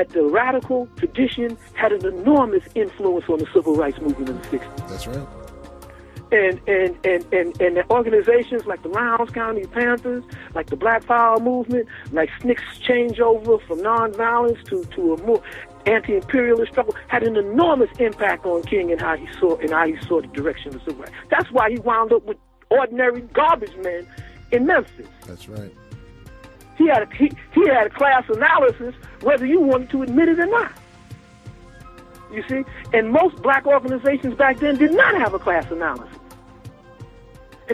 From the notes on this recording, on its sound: a recorded personal phone call